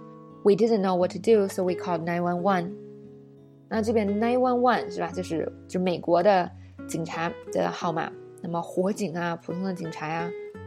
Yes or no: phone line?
no